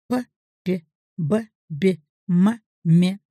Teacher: Первая группа – губные звуки.